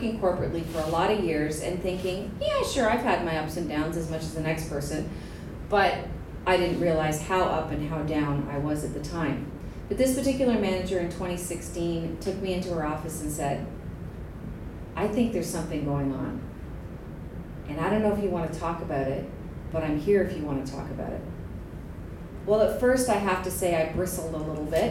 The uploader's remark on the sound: Stories Like Crazy LIVE 2019